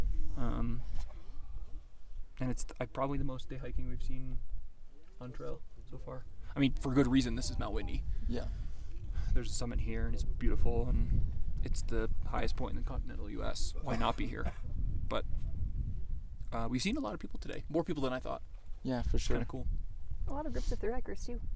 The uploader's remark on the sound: This podcast was recorded at the summit of Mount Whitney!